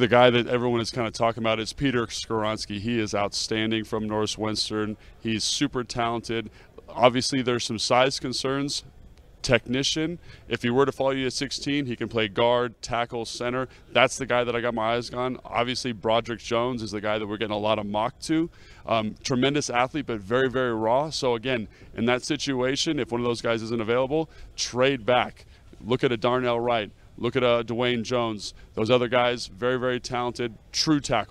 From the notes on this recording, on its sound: From the NFL Combine in Indianapolis.